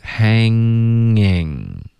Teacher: hanging 不是 hang 顿 in，而是连读过去 hanging